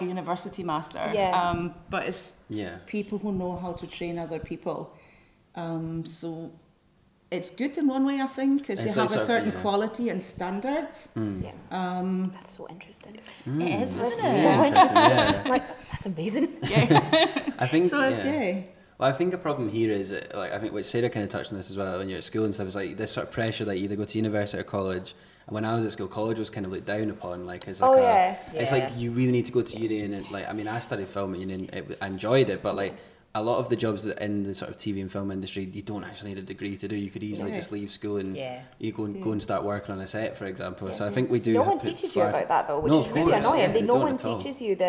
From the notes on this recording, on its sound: This episode was recorded on Sunday the 8th of October at the HB Film Festival.